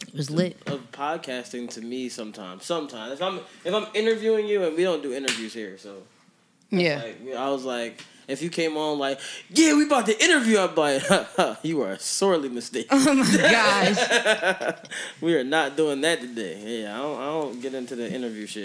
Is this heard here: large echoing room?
no